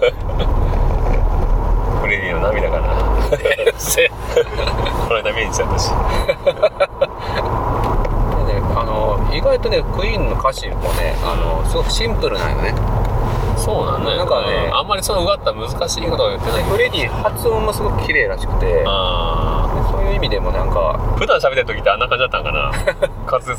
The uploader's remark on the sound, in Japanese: 音質悪いです